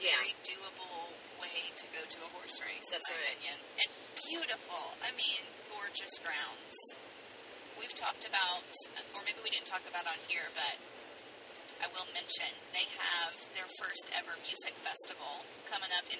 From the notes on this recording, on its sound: We did something very different on this episode - we recorded on our way home from KY!